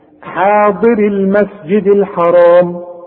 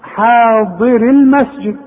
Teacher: إن كانت الياء ساكنة وبعديها جه حرف ساكن سقطت لفظا مثل زي ايه حاضر المسجد الحرام شوف حاضر المسجد ليه ساكنة